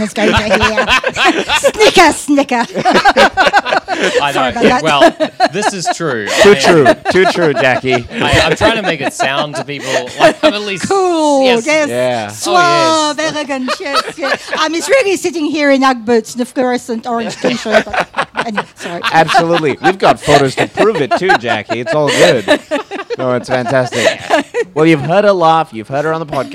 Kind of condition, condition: setting, live audience